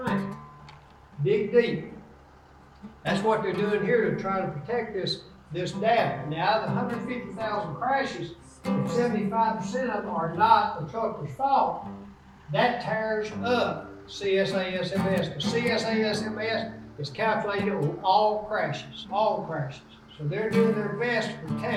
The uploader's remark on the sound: This episode features his talk from the conference of the National Association of Small Trucking Companies.